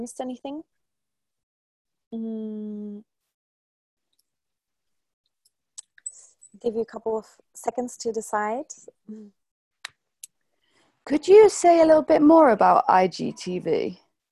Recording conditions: video call